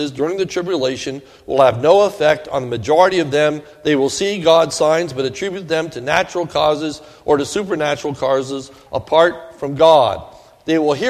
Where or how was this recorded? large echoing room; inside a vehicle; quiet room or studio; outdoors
large echoing room